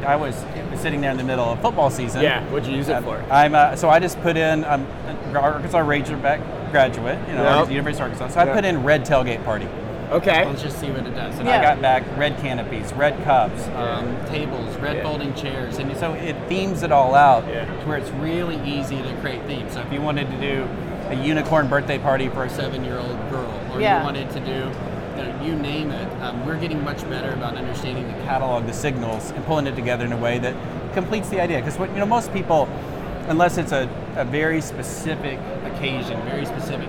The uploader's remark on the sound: LIVE FROM #NRF2024. From their podcast studio inside the VusionGroup booth #5420.